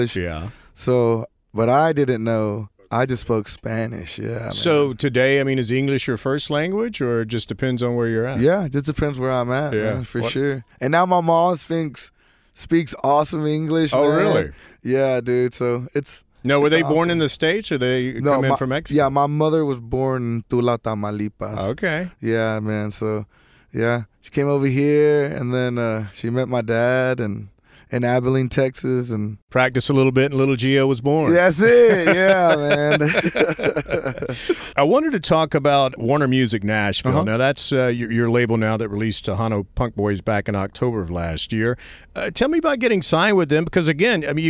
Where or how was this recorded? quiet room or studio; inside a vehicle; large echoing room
inside a vehicle